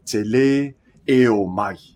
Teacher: It's important that te le and e are two different syllables. So really attack that second e.